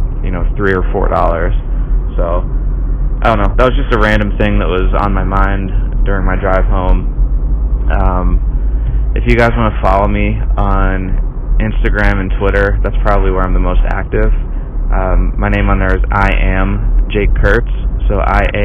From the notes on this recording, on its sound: Just voice memos that I randomly take with my phone. Sorry for the low quality sound. I was driving home.